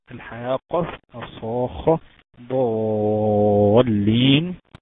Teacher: مد لازم كلمي مثقل، مثقل يعني الحرف الساكن اللي بعد حرف المد مشدد